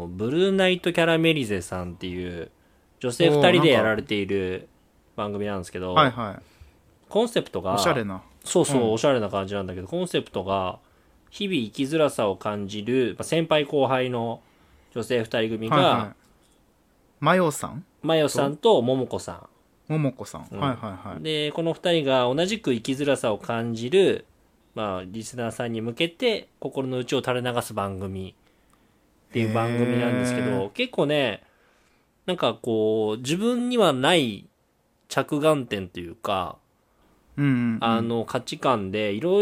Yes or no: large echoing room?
no